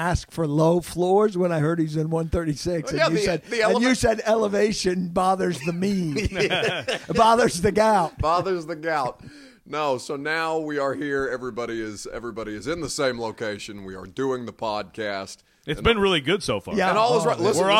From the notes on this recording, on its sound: Live from the NFL Combine. Live from Indianapolis.